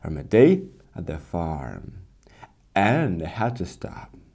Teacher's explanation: Every single sentence you finish slowing down, going down